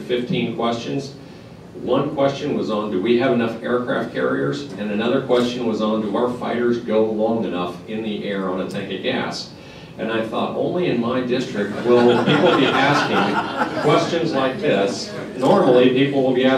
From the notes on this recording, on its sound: WASHINGTON, DC. Appeared before a breakfast discussion of The Ripon Society.